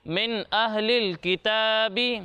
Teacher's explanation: نون ساکن کے بعد حروف حلقی میں سے حمزہ آ رہا ہے تو یہاں پر بھی اظہار ہوگا، یہاں بھی غنہ نہیں کریں گے